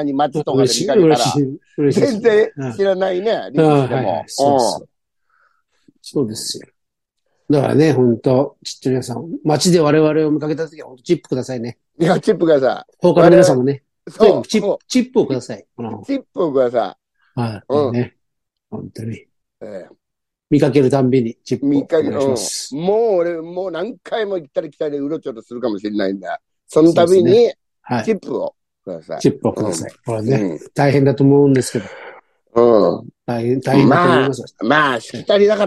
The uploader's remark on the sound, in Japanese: ZOOMで収録。